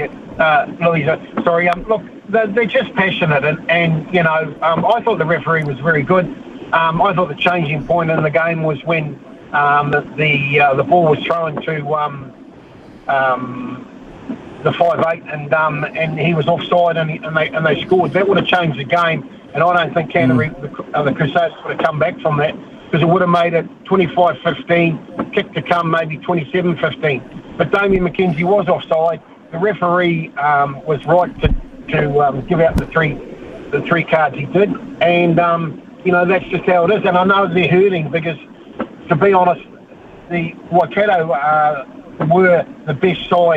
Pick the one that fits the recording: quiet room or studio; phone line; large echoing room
phone line